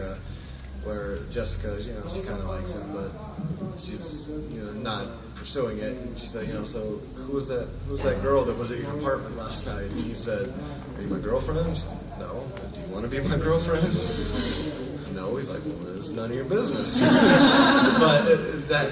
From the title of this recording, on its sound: Panel FanX 2016